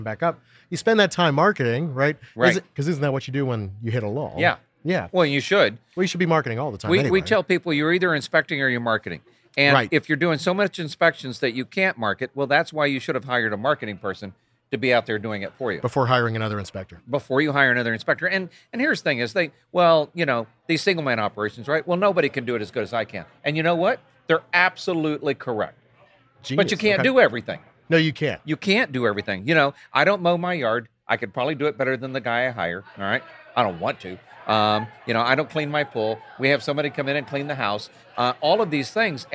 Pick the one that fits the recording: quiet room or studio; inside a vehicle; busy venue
busy venue